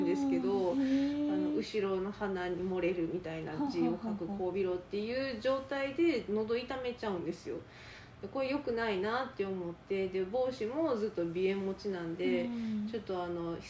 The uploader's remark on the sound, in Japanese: この音声配信を始めたきっかけで、ちゃんと耳鼻科通おうと思えました。もう鼻のすすり音からは卒業したい。音量とか雑音とかお聞き苦しい点があれば。